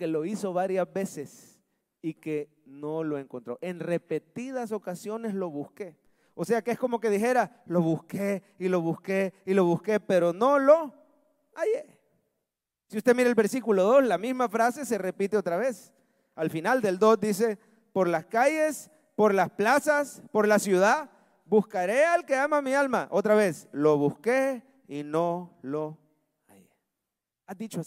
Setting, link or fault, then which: setting, large echoing room